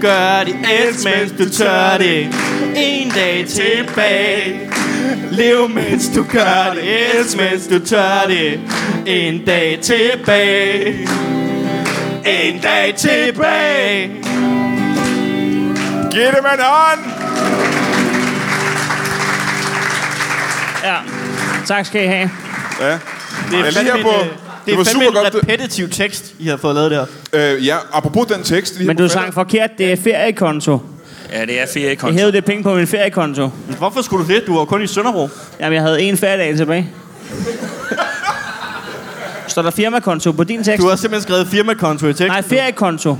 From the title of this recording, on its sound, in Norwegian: LIVE fra Comedy Zoo